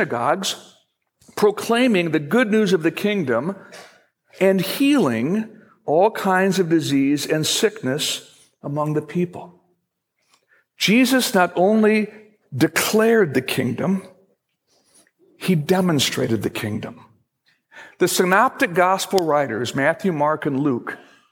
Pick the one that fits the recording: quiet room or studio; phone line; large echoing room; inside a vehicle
large echoing room